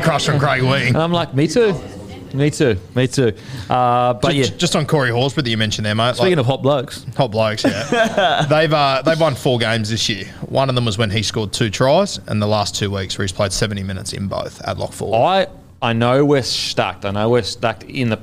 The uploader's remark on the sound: in front of our live crowd